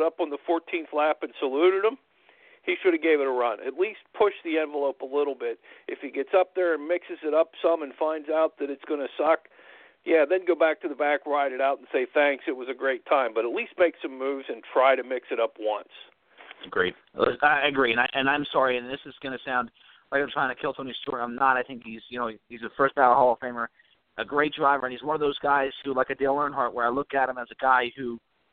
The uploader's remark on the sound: we take your phone calls